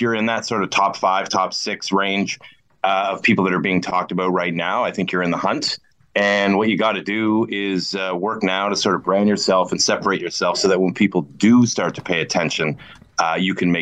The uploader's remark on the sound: on Zoom